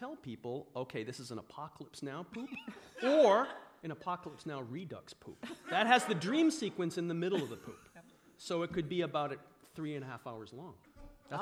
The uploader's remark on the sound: For the Betabrand podcast theater, recorded with a live studio audience at the apparel company's San Francisco headquarters on October 17, 2019.